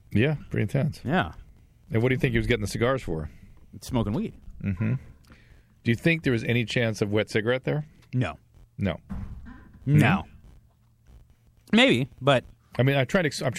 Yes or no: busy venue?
no